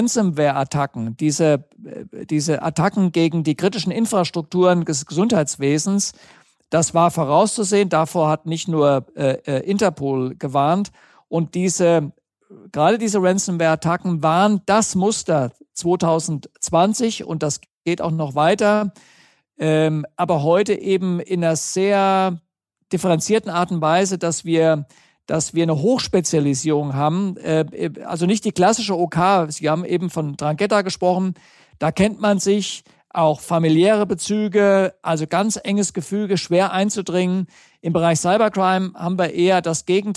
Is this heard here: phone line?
no